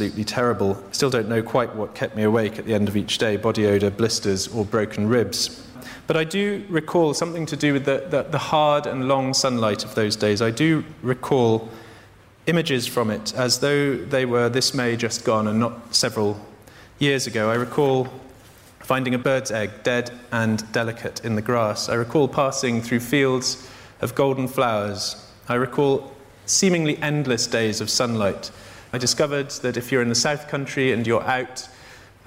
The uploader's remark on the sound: In this event, recorded at the Tabernacle in London On the 12th of June 2012